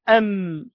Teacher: غنة صوت رقيق يخرج من الخيشوم، يخرج مع حرف الميم، أقول أم. لما بقى عندما أكتم وأطبق يخرج الهواء من الأنف، فهنا يحدث الغنة مع حرف الميم